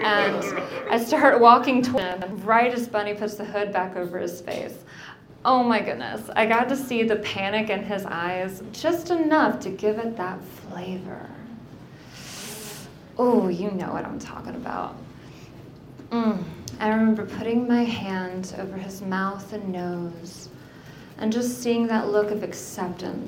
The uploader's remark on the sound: A single story from the previous evening's live event. Goes south is a live storytelling event out of Charlotte, NC. This podcast combines audio recordings from these live events. Goes south live events take place on the 3rd Tuesday of the month at Petra's in Historic Plaza-Midwood, Charlotte, NC.